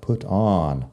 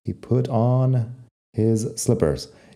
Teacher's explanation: La O en on, yo personalmente lo digo como una A más abierta.